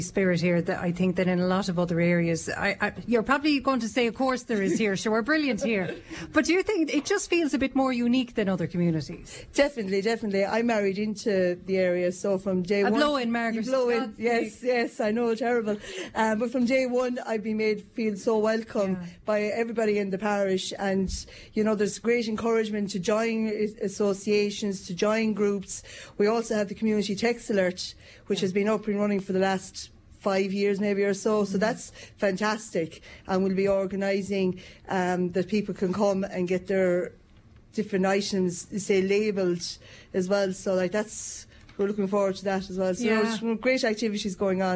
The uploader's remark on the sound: We’ll be visiting villages all over Tipperary. We start in Upperchurch and we will go live to Kinanes pub in Upperchurch.